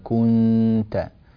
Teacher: النون هنا أيضا لا نلصق لساننا في مخرجها، وإنما نقربه يعني كثيرا، لكن لا نلصقه إلصاقا، هكذا يكون الإخفاء، فيكون اللسان يأخذ شكل الحرف التالي.